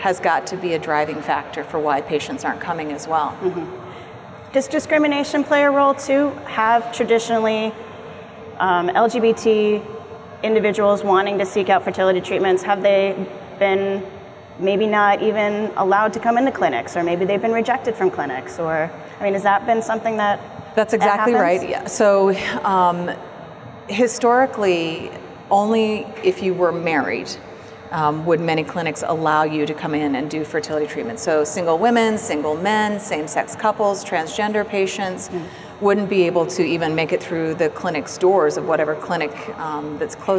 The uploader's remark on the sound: Live from APA 2019